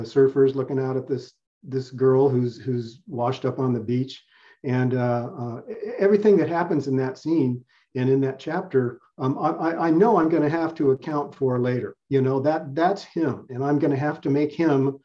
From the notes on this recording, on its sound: This interview was originally recorded as a Sisters in Crime Zoom event (which was Zoom-bombed, but that's another story)